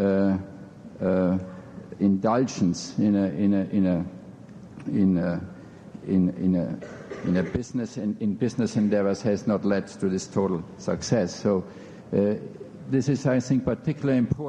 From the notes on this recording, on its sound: In this podcast, recorded at the Academy of Achievement's 1991 Summit in New York City.